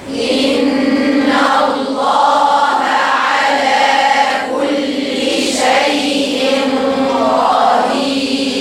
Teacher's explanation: الهمزة مكسورة والنون فيها غنة